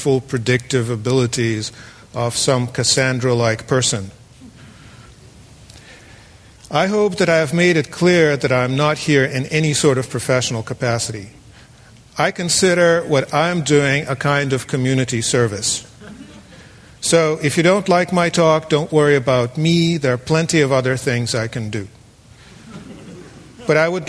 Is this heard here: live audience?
yes